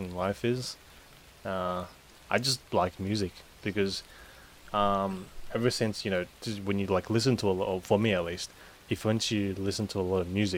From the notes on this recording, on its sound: Enjoy the sound of the rain in the background.